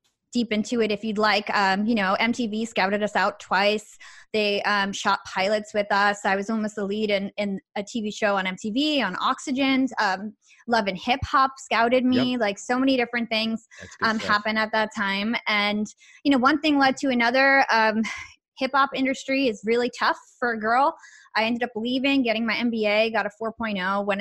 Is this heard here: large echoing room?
no